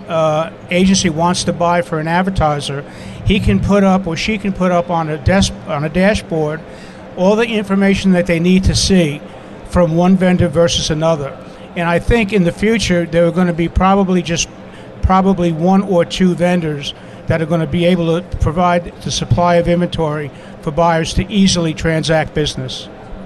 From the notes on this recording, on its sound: live from the NAB show 2017 Advanced Advertising Pavilion